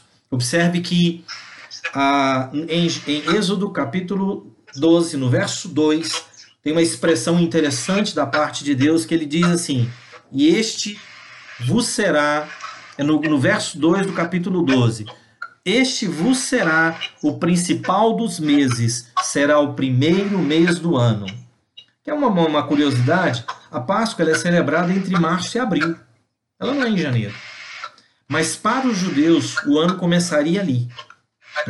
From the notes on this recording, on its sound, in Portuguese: Palavra compartilhada em uma Live no Instagram